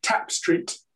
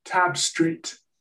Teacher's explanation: the vowel is slightly shorter in front of the P. · Shown in: first take · So the vowel sound is slightly different in those two.